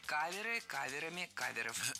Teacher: Не кавера и каверами, а каверы и каверами. Ударение в слове «кавер» всегда остается на первом слоге.